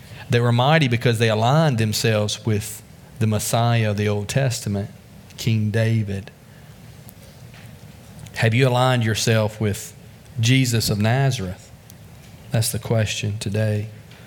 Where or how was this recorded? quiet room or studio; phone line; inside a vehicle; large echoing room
large echoing room